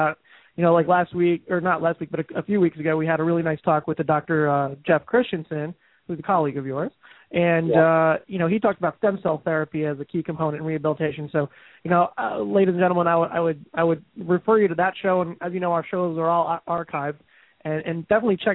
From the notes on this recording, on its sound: takes your calls live